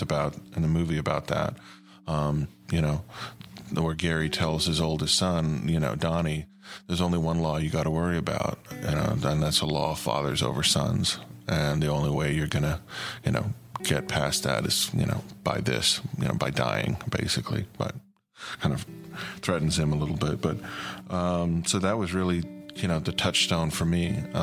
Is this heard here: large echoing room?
no